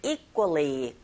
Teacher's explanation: 끄처럼 쿠 사운드를 약간 된소리 나게 발음하시고